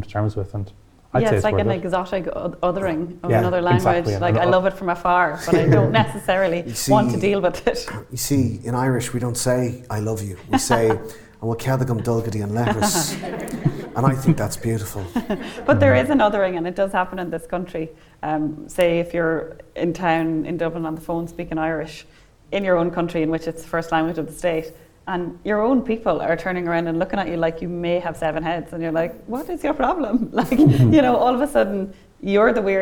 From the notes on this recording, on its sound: Motherfoclóir was invited to the Kildare Readers' Festival in Newbridge in October, and this episode is the recording of that show